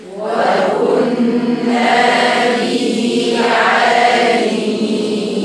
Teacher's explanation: افصلي بين الهاء في به وبين العين، الاثنين مخرج حلقي، لكن ما تاخدهمش على طول.